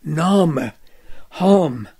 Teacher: Nur vor Nasalen und vor R wird auch in St. Anna das A dumpf gesprochen